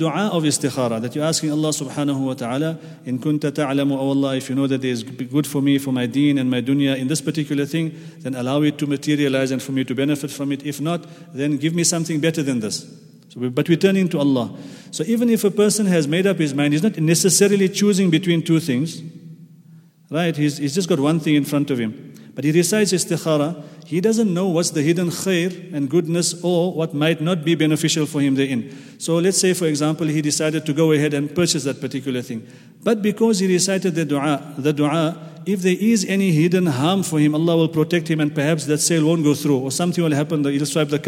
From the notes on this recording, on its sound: at the Houghton Masjid (West Street)